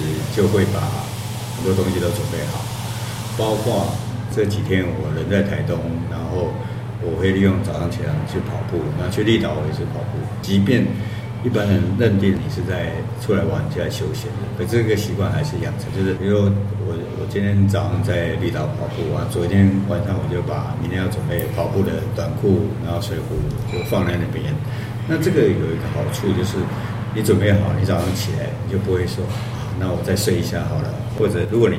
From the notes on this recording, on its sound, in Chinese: 難得等到作者本人來台東。選在「黑黑」錄音，效果或許沒有錄音室那麼好。